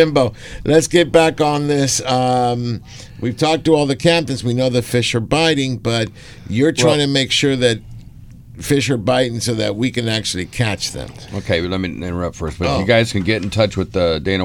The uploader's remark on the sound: On Angler Chronicles from 5:00-7:00 AM PST on AM 830 KLAA. "LIVE" from Angel Stadium in Anaheim, CA.